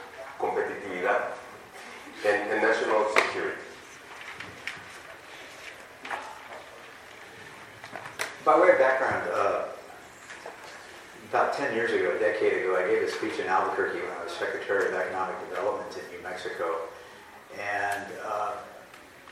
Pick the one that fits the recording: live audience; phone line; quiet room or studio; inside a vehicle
live audience